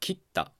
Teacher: るのるのうの母音が削除されて R と K の子音連続になって、後ろの K に引きずられてやっかになっているということです。こういうふうにね、流音は日本語において非常に同化しやすい子音っていうことがわかるんですが、それがもうね同化した形で定着してしまっているものもあります。それはいわゆる音便と言われるものですね。例えばね、髪を切るっていう切るっていう動詞の過去形は切ったですよね。この切ったっていうのも元の形をたどればキリタという形になります。で、このキリタのリの母音イが削除されて、 R と T の子音が連続して後ろの T に引きずられて切ったになる